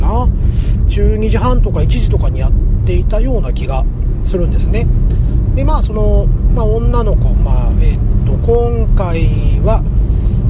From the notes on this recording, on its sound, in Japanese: 今回も車中録音ですので、聞き取りにくいと思いますが、ご容赦下さいませ。